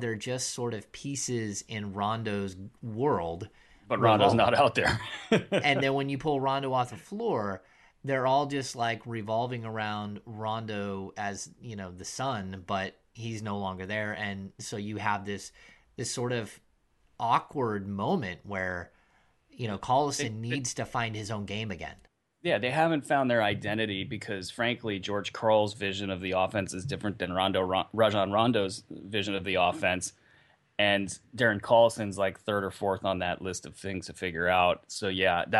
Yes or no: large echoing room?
no